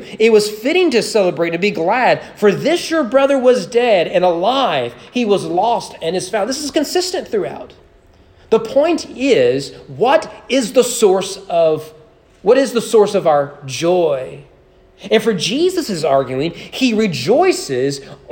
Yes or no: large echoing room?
yes